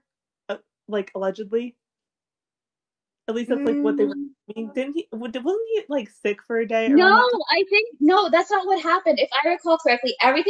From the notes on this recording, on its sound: We would apologize for all technical glitches